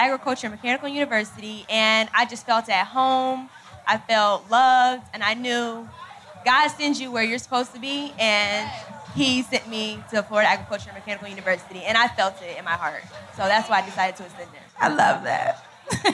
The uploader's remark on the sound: Live audio of The Friend Zone at the Florida Blue Florida Classic 2018 in Orlando